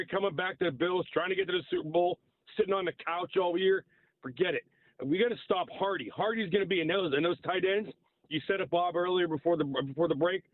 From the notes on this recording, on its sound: We open the phone lines, one caller is concerned about the Steelers punting abilities. More phone calls.